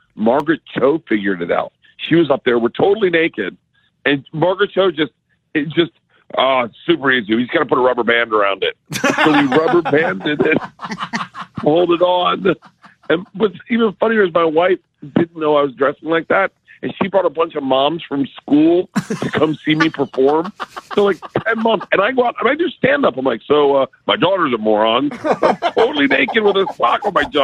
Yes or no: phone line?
yes